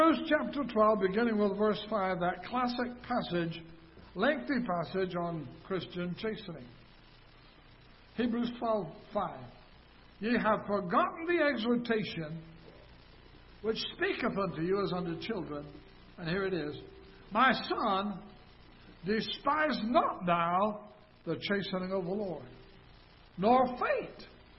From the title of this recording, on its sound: Ketha Heights Baptist Church ~ Live Broadcast